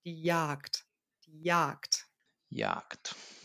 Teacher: Es sieht so aus, als würde man es kurz sprechen, aber tatsächlich ist es ein langes A.